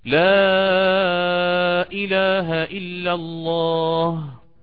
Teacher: يأتي على هذا المد بالإشباع فيمده إما على 4 حركات أو 6 حركات، فيقول لا إله إلا الله، وهو مذهب القصر في المنفصل، · Term: مد التعظيم